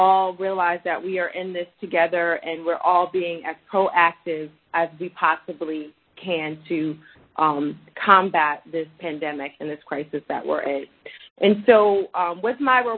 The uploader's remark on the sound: Conference Call